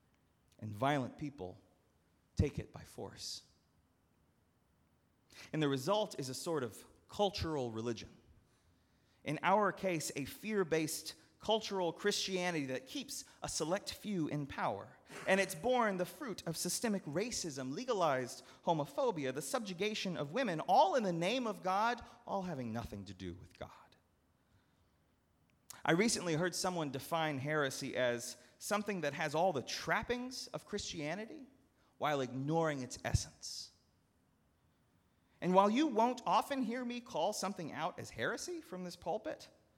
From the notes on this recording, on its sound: at Northminster Church on November 24, 2019